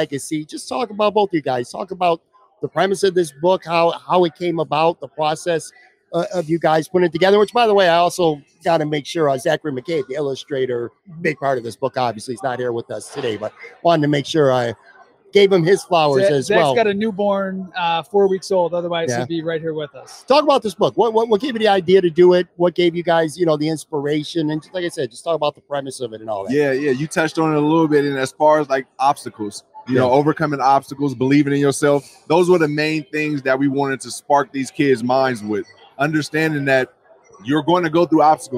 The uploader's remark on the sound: For a conversation recorded live at Imperial Pizza. Imperial Pizza (1035 Abbott).